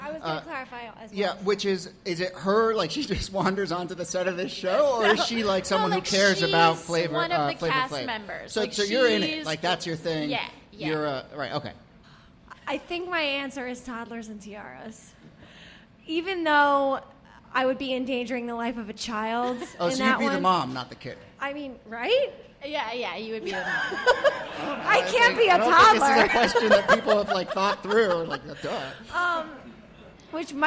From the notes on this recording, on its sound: Ask Roulette is a conversation series in which strangers ask each other questions on stage. This excerpt is from our May event at Housing Works Bookstore in New York City.